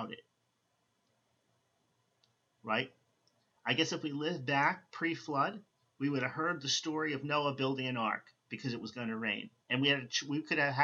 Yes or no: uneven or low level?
yes